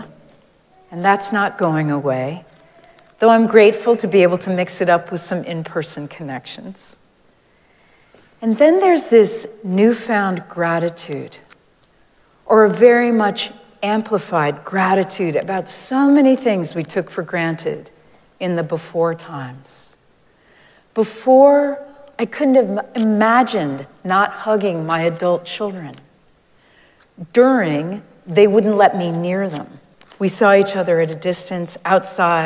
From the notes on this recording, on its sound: Recorded live at Arlington Street Church